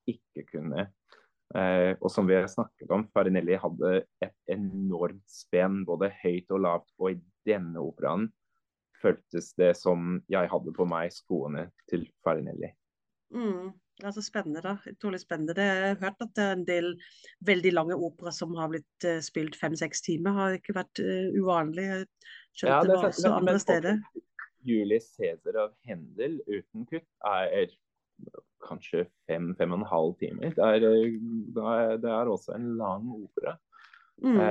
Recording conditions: video call